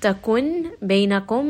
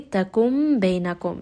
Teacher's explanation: I'm going to change the noon sound into a meme. · Shown in: second take · So instead of saying takun bainakum, I am going to say takum bainakum. · Term: iqlab